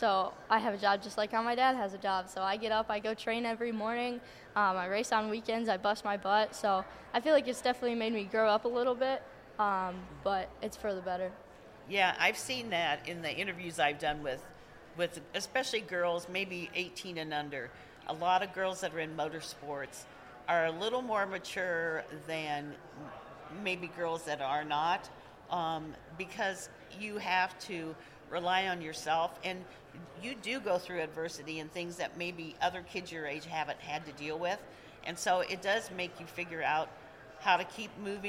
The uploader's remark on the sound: PRI 2023 Podcast Stage Interview. Was one of the Motorsports Podcasters who did a live interview at PRI in Indianapolis last week.